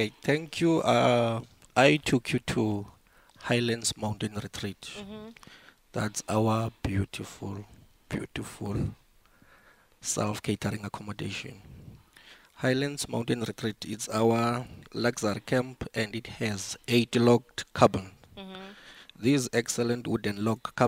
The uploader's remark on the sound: We are coming to you live from the Golden Gate Highlands National Park.